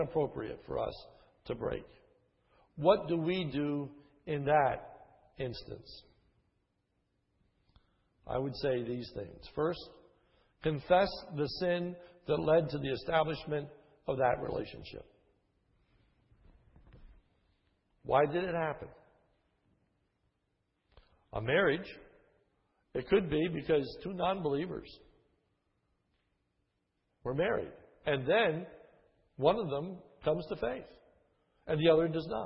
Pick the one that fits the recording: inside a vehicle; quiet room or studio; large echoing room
large echoing room